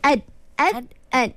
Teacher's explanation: Ad dengan ta pun sama hujung. Hujung lidah. · Term: idgham mutajanisain